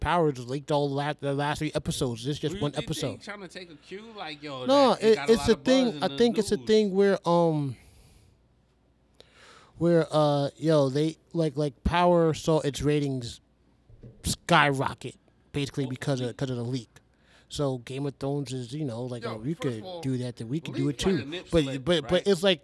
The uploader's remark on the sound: This week's episode is done on location at Empire Pizza.